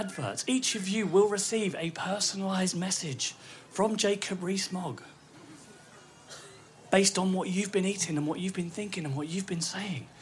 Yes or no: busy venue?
yes